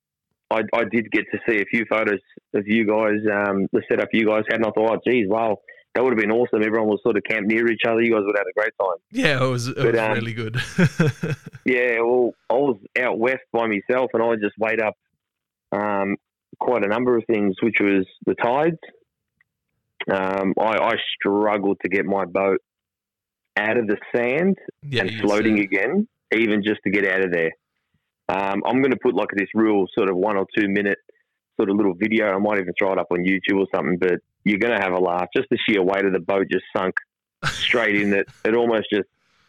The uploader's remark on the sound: The phone calls captured during our recording session will be heard exclusively on the left side if you're using headphones or earbuds.